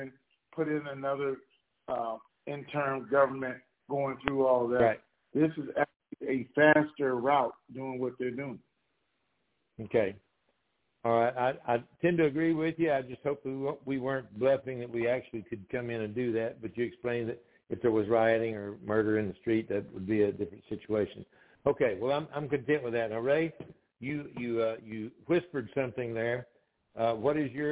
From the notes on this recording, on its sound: TNTSuperfantastic Conference Call.